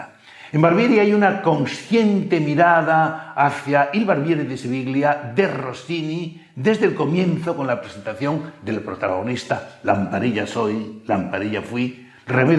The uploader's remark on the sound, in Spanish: Ciclo de Conferencias que el Teatro de la Zarzuela programa en colaboración con la Asociación Amigos de la Ópera de Madrid. La conferencia fue grabada en el Teatro de la Zarzuela en junio de 2022.